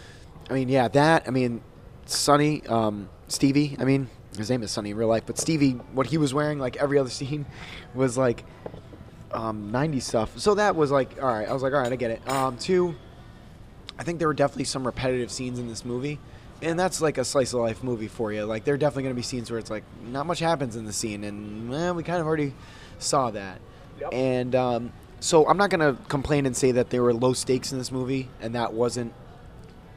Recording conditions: busy venue